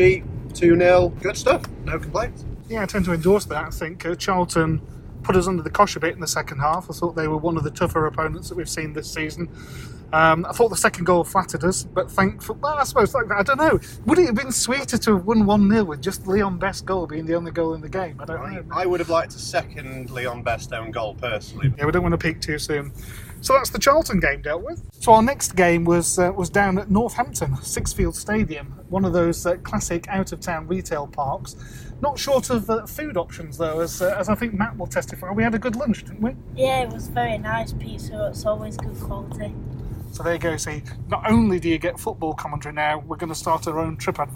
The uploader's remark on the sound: The pod squad records in the car on the way to Rotherham.